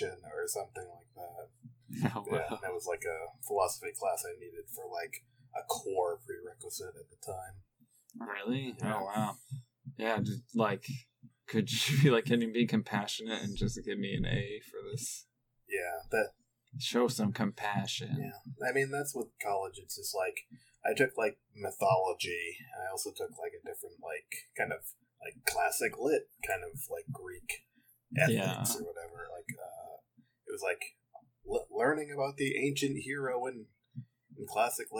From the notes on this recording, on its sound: We apologize in advance for the audio quality of this episode